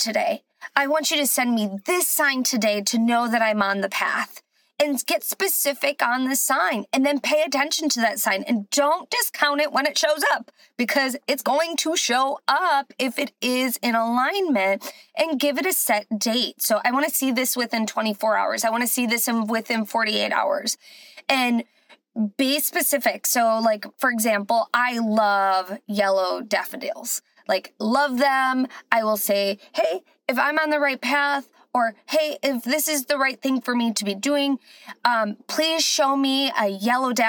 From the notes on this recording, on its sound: Join me from my car